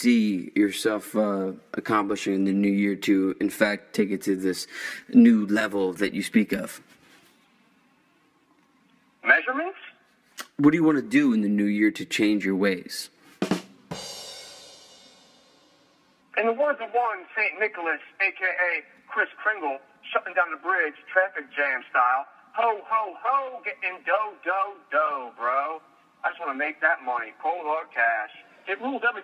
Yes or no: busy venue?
no